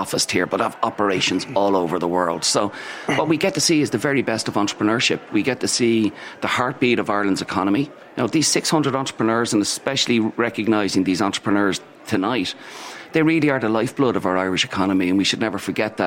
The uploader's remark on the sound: The Hard Shoulder was LIVE from the EY Entrepreneur Of The Year Awards in Powerscourt.